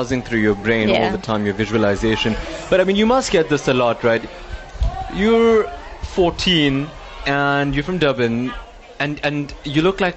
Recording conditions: busy venue